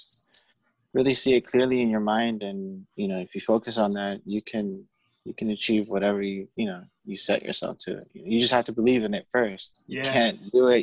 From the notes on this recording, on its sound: via Zoom